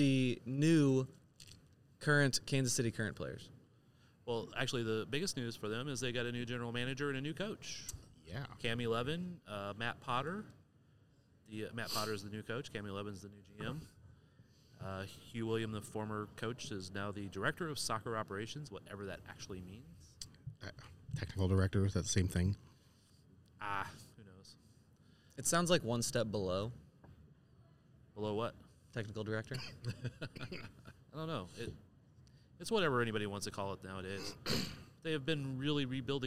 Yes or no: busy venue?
yes